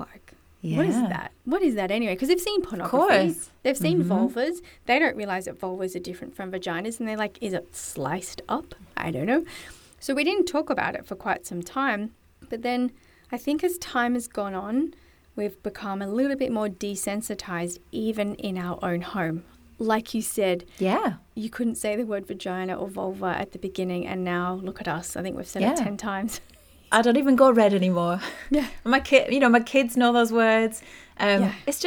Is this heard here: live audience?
no